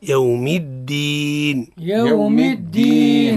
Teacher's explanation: يوم الدين الدال الصفة متاعه معناها الشدة والجهر، الجهر نو يجي بيان مش مستعد، الجهر والشدة، وهذا رد بان حتى لا يلتبس بالمجانس اللي هي قل يوم التين هذا خطأ، يوم الدين نعطيه الشدة ونعطيه الجهر